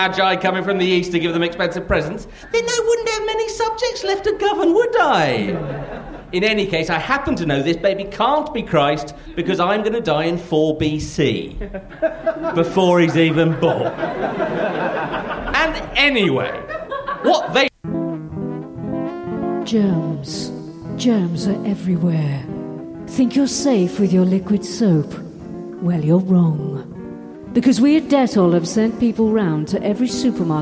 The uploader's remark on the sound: The audience are the filthiest and most depraved thus far